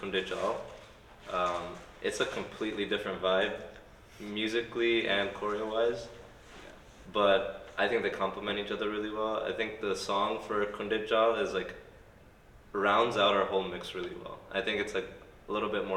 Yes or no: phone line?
no